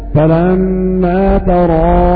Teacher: وأما الكساء إذا وقف يقف هكذا فلما ترى بإمالة الهمزة مع الألف